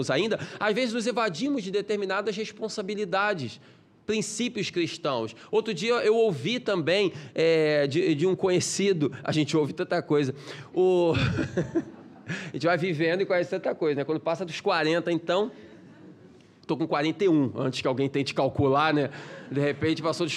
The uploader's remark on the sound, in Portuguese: Palestra ao Vivo